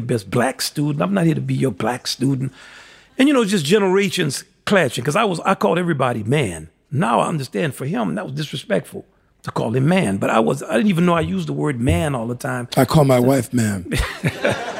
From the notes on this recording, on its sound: In front of a live audience at JALC's Rose Hall.